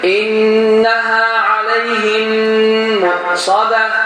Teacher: Birinci mim yalnız biraz okunmur. Yazıda var, telaffuzda yoktur. İkinci mim ise şeddelenir. · Term: İdgam misleyin